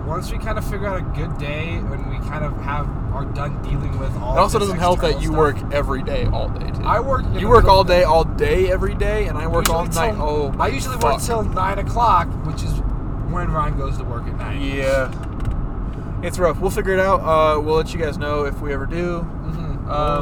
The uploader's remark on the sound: Road tripping to Denver this week, so they decided to record along the way. Road tripping to Denver this week, so they decided to record along the way.